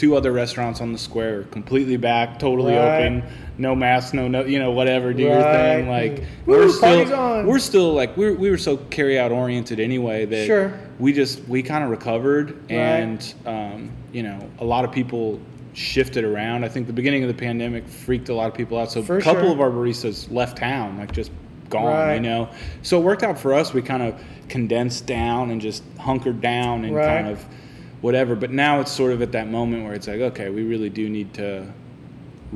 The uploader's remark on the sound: Thanks to AVRC for letting us record in the backroom at the shop!